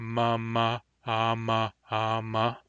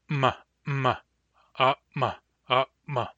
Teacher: the way that the resonants are glottalized is basically by putting a glottal stop before them · Shown in: second take · Sometimes we call this a catch, but it's basically a glottal stop. · Term: glottalized resonant